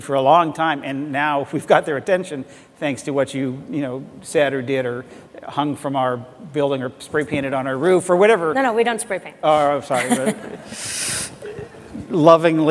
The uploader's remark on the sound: The best of live interviews from GreenBiz events.